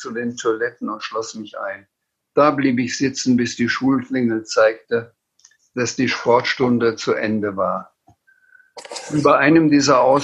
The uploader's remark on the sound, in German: Aus Gründen der Corona-Pandemie konnte der Abend leider nur als Zoom-Konferenz stattfinden. Das Publikum und auch die Gesprächspartner waren lediglich über das Internet miteinander verbunden.